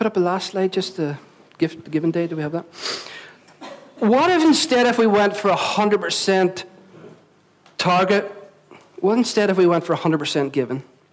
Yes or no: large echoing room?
yes